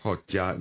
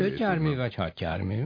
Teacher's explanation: Tehát a T-J, az, hogy a T meg a J egymás mellé kerül, és az hosszú T-nek mondjuk, az egy teljesen természetes jelenség